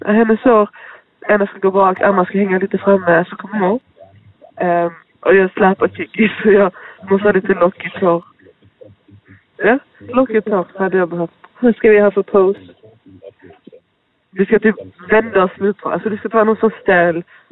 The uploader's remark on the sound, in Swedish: vanliga, härliga människors telefonsamtal